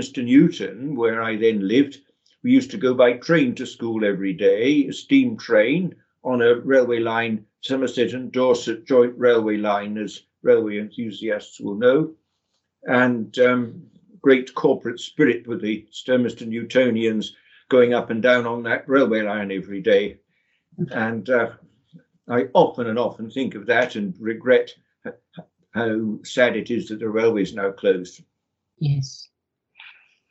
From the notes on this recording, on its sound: The interview was recorded online